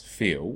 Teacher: One way of demonstrating that with L is that I might say feel, F-E-E-L, as feel, no consonant, no approximation, just vowel